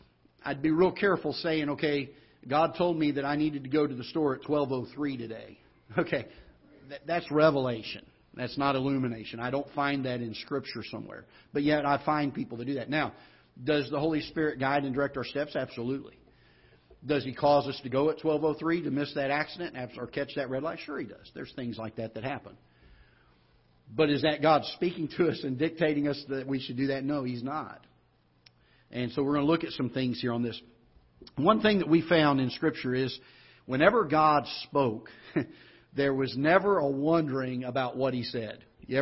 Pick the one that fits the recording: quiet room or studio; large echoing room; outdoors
large echoing room